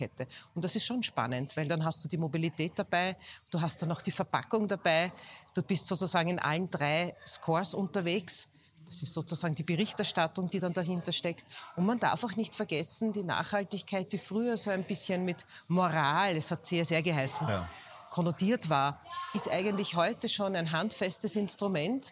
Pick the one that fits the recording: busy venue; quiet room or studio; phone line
busy venue